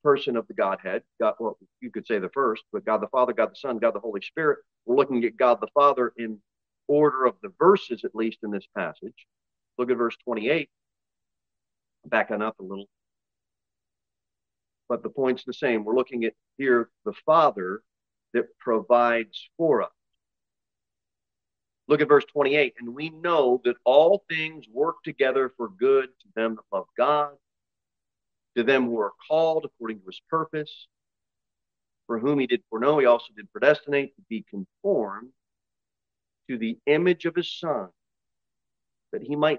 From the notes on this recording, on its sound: Sermon delivered at Pilgrim Baptist Church on Sunday, July 2, 2023, at 10:00 am. Jere Whitson Rd.